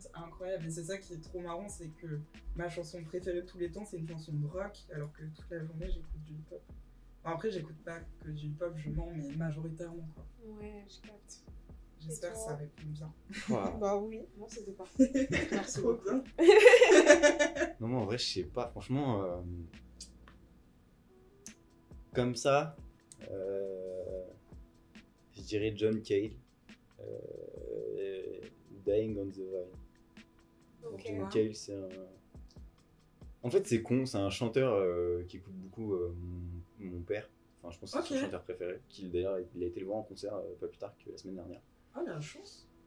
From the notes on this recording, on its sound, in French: Excusez nous d'avance pour les bruits parasites présents dans cet épisode... On a vraiment enregistré au feeling et sans réfléchir !